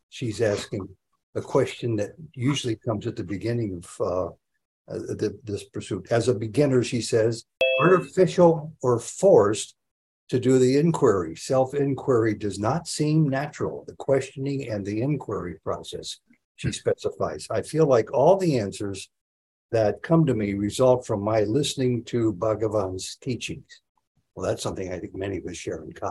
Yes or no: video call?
yes